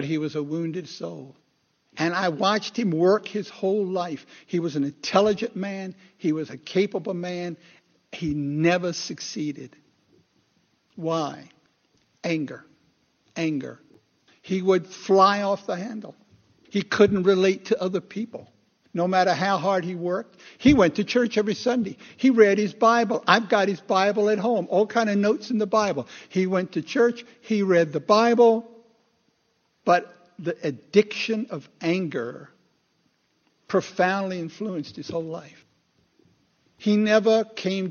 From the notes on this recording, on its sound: Recorded 2/11/2016 at Christ Church Anglican